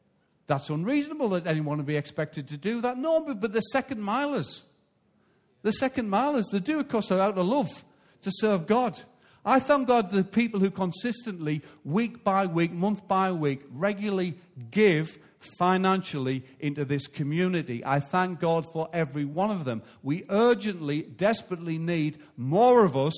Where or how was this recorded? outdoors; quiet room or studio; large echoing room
large echoing room